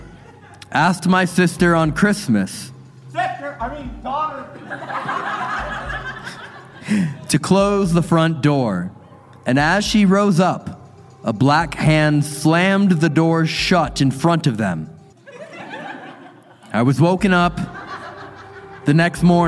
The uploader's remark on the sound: This episode was filmed in front of a live audience at the haunted Piper’s Opera House in Virginia City, NV on September 9, 2022.